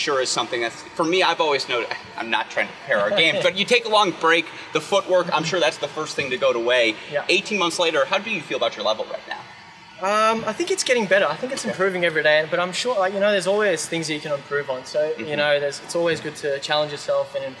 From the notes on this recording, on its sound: live from the Cranbrook Tennis Classic